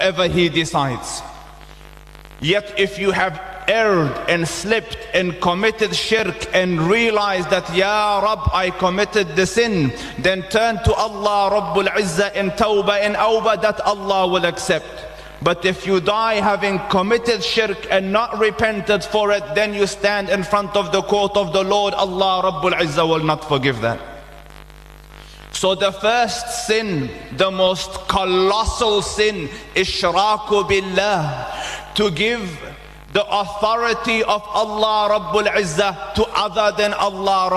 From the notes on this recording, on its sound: delivered the guest lecture at Masjiedul Furqaan in Lansdowne